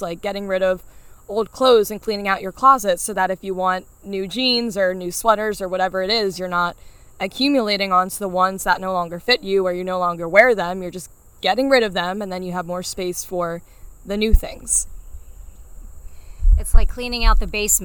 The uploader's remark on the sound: My mom and I love to have coffee chats where we sit outside on our deck and talk about life.